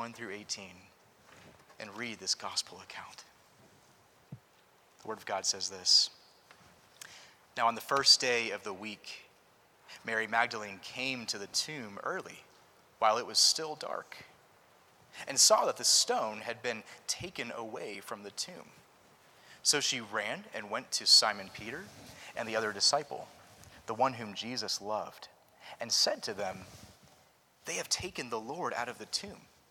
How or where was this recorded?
large echoing room